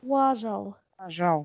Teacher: Да, и вторая А у нас не должна средуцироваться. Вторая А тоже слышна четко. · Term: две сильные А